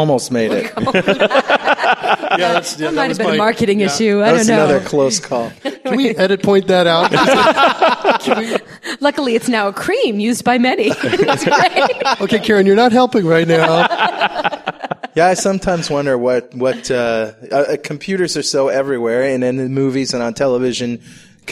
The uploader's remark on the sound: Live in Richmond, VA